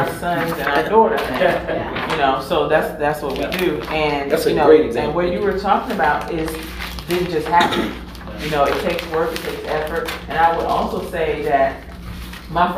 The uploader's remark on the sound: Live from REACHgathering 2021. Track presentation at REACHgathering 2021!